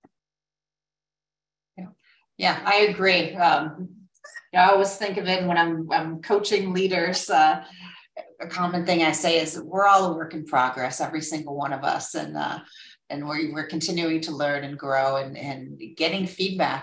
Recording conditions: video call